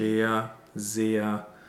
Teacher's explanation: these words actually have a long closed E sound, a lowercase E.